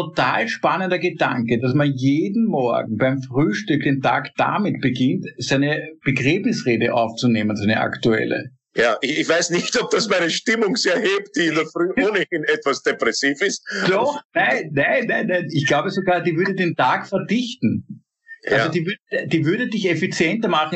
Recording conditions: video call